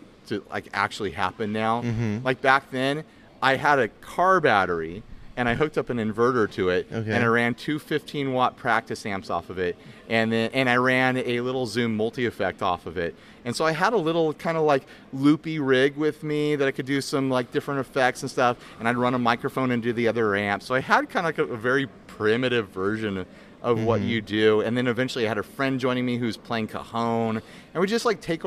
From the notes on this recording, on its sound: Podcasting at Gear Fest. Casually recorded this episode in the lobby area of Sweetwater.